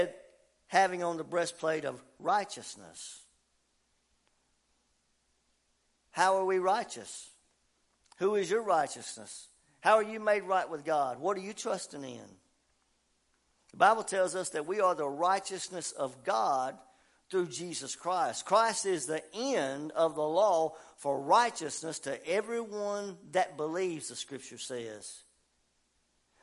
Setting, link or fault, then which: setting, large echoing room